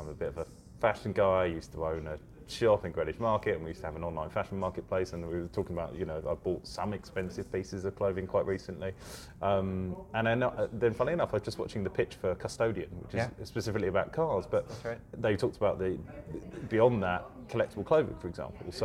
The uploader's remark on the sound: Live From QIC's MENA Insurtech Summit